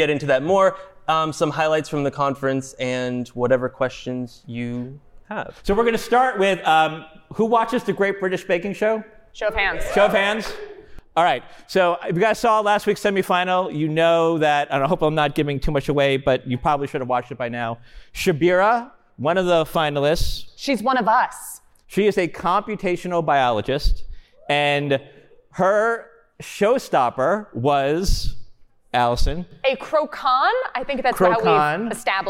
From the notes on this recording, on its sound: LIVE from the STAT Summit. Recorded live from the 2022 STAT Summit. Some unpredictable questions from our audience.